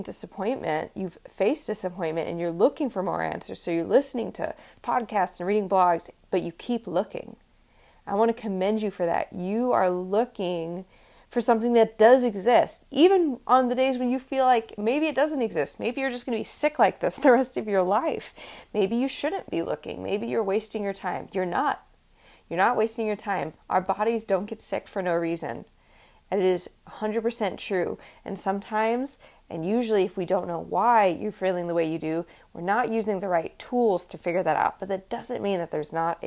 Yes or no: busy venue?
no